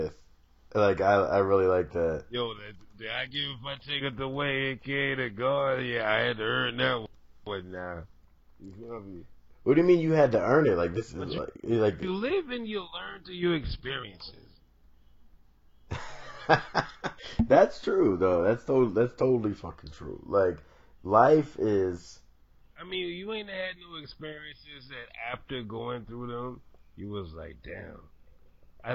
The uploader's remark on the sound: I already know there are some obvious flaws with this audio